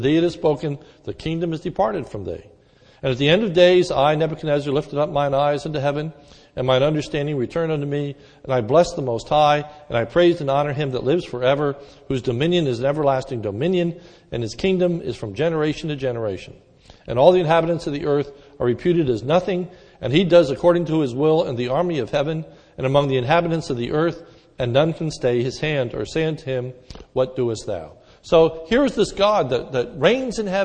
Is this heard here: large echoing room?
yes